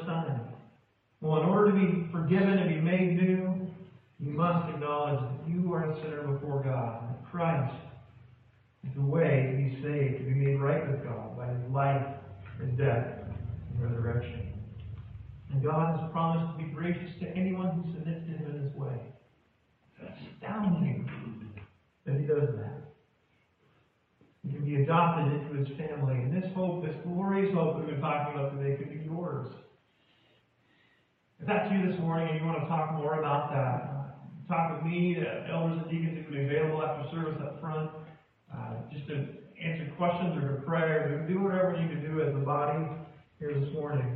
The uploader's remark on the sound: poor audio